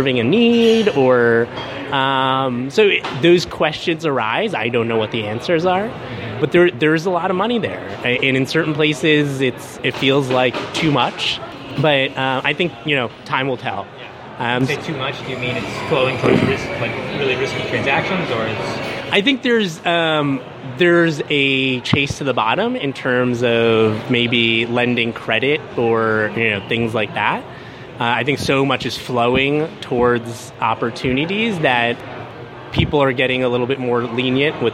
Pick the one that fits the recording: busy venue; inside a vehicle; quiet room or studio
busy venue